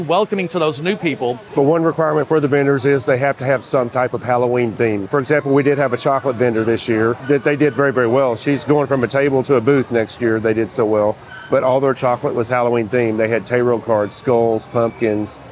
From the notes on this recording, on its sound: The Texas Haunters Convention was this past weekend in Mesquite, and we went on location to find out how it went.